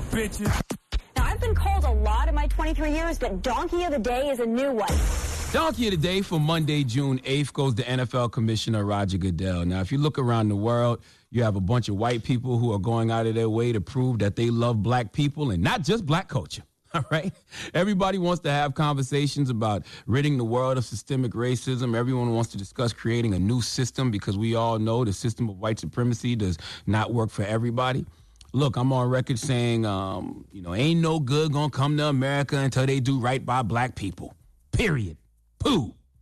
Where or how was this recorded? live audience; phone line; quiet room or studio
phone line